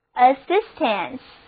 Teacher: 重音放在第二个音节上，单词就读作 assistance 帮助援助